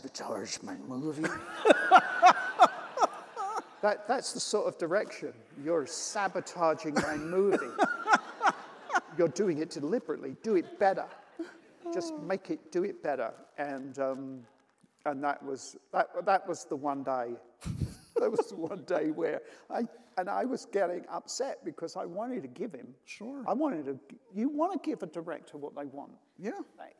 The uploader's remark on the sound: taped at the 92nd Street Y